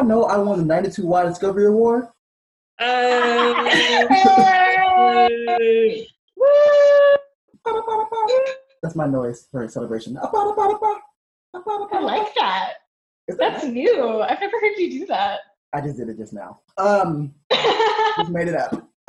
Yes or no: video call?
yes